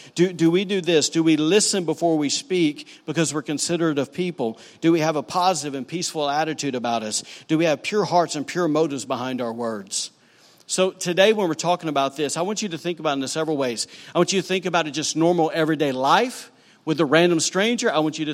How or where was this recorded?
large echoing room